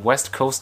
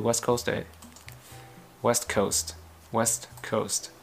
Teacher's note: cái từ West Coast đấy nói bật ra cả âm ST đằng sau đấy